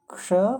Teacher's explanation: क्ष जो होता है क और मूर्धन्य श मिलकर के बना होता है क्ष इसीलिए इसकी इंग्लिश होती है के एस एच समझी हम्म। · Term: संयुक्त व्यंजन